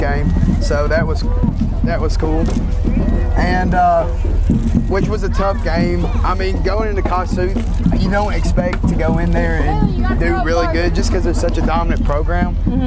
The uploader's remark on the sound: Live from the homecoming parade!